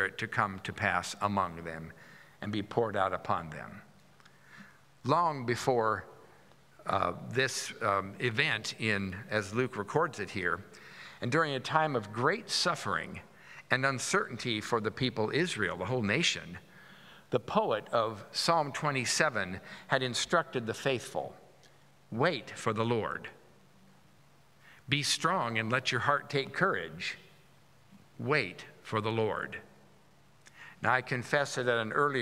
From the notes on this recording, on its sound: At Pender's Contemporary Worship Sunday on July 23, 2023